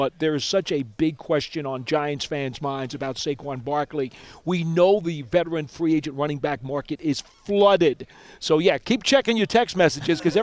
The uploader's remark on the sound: live from the NFL Combine